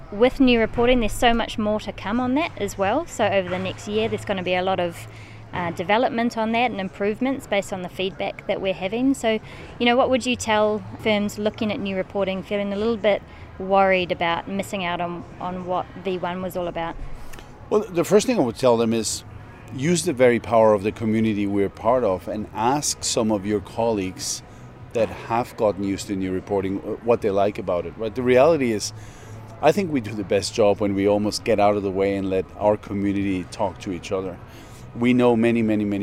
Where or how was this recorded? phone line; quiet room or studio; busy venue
busy venue